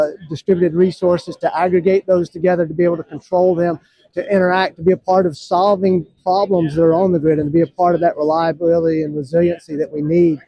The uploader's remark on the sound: As well as some footage straight from the DISTRIBUTECH show floor.